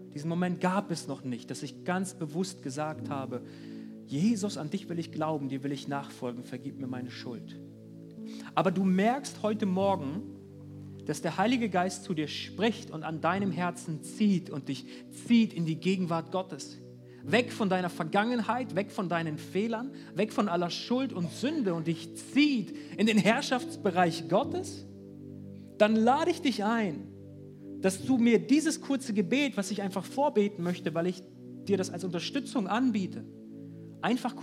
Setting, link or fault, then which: setting, large echoing room